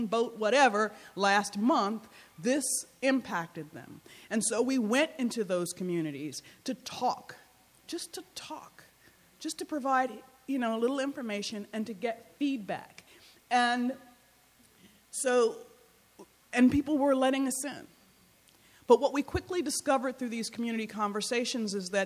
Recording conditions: live audience